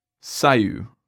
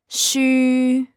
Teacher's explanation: This u sound is made by pronouncing an e first and then stretch a little bit and round your mouth · Shown in: second take